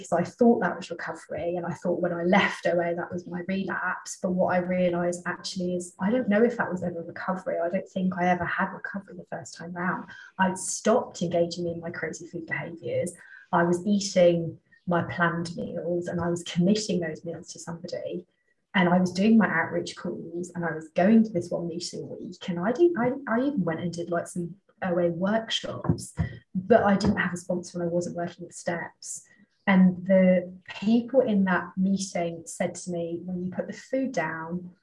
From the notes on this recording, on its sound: Recorded at the Recovery From Relapse Special Focus Meeting